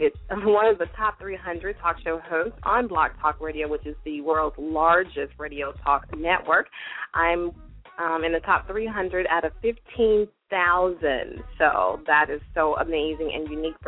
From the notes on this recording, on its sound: Today we are opening the phone lines for our listeners to be our guest and decide our topics!!! LML uses a progressive live call in format.